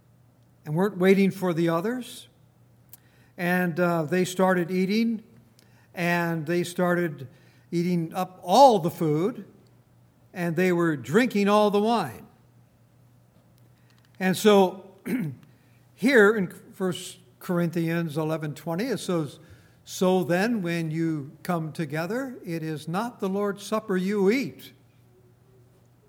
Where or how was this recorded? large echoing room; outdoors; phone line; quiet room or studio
large echoing room